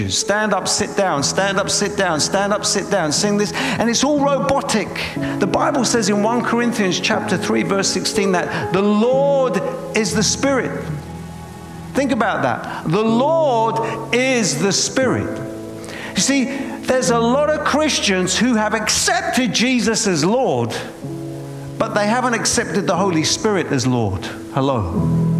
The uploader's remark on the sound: preaching at a Church in Boston